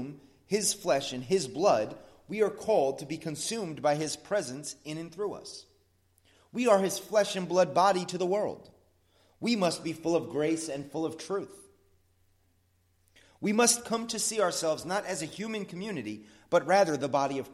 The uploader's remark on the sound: Sermon at the Blue Point Bible Church